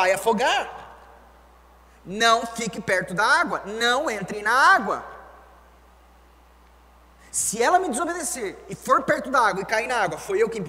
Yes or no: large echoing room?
yes